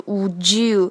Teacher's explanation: Would you?发现了没有？而不是 would you 啊，是 wouldyou。也就是说，d 和后面的 u 发出来的音是 j